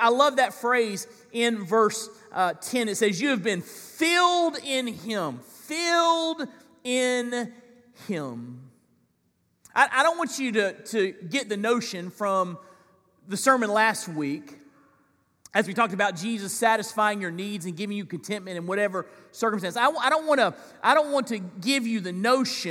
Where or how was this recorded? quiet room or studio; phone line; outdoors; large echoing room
large echoing room